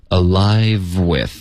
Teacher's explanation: Alive 的这个的 v 跟后面的 w 的音呢要连发，这个可能会对有一些学生有点难度，因为这个 w 的音呢下唇要碰上齿，导致一个摩擦音 alive，然后从这个 w 我们嘴唇就推往前推嘟起来 w，有一个 w w 的音，这两个音都得发，OK，不能省 alivewith。OK，然后后面呢？Pleasure now 就没有什么变化。I'm alive with pleasurenow。注意这个 live